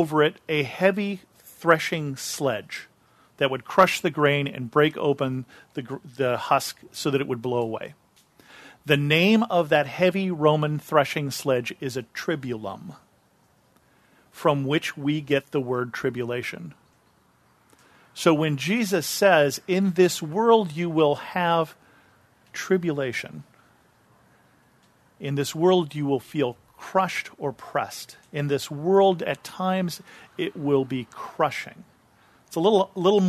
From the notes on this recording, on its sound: This episode is a sermon I preached at Bethel Lutheran Church in Cupertino.